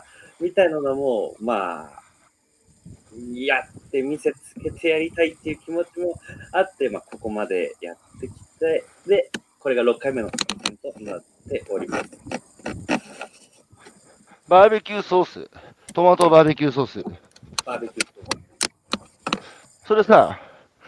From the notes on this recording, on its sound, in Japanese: 歩きながら1時間、対談する。